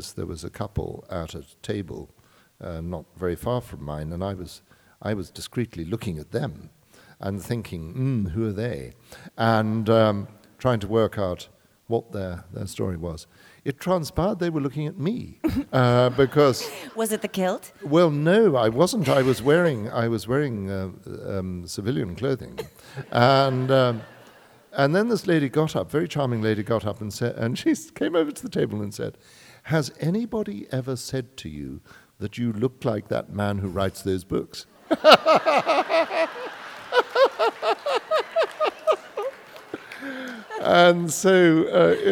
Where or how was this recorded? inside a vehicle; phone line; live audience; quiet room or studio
live audience